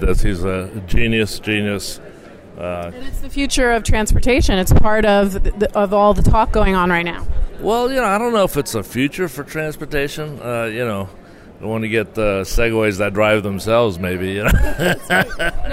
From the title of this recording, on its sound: The Tech Cat Live From CTA'S Innovate! and Celebrate 2016.